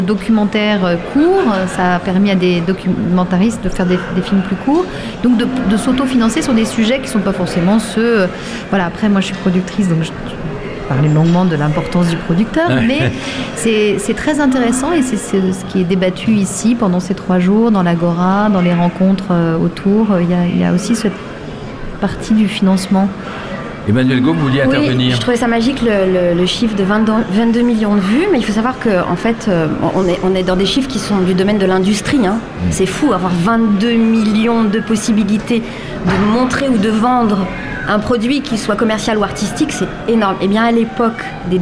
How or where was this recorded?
busy venue